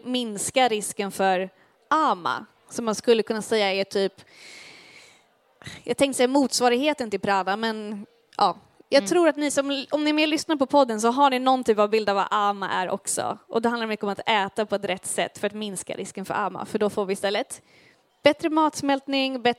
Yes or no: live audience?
yes